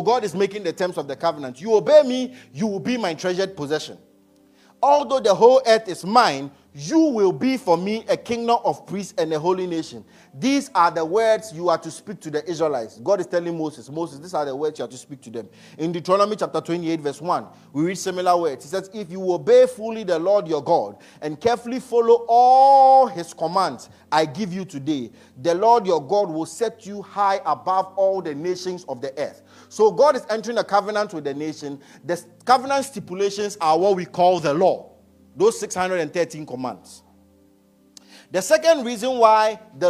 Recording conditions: large echoing room